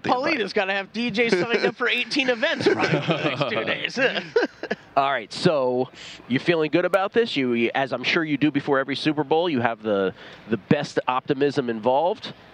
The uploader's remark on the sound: broadcasting live from media row